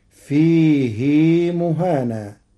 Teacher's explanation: قرأ ورش كلمة فيه بعدم صلة الهاء فتصير ويخلد فيه مهانا على إرادة التخفيف.